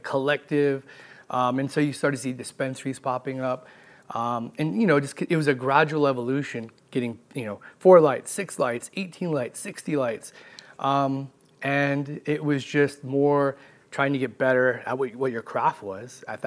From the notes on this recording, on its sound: Live from MJBizCon 2023 in Las Vegas